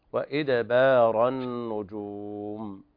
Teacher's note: القلقلة في الدال لا تقربها إلى الكسر وإدبار لا تقل وإدبار إدي لا هذا خطأ في الأداء قلقلة · الكسر وإدبار لا تقل وإدبار إدي لا هذا خطأ في الأداء قلقلة قرب إلى الفتح مطلقة